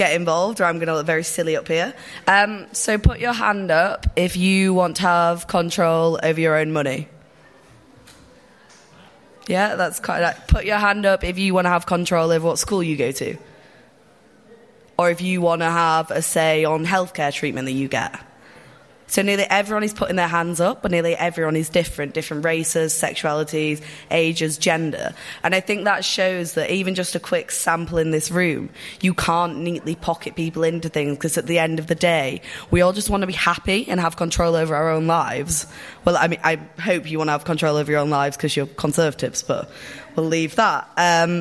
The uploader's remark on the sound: That was the question facing the panel for our CapX live debate at the Tory conference in Manchester.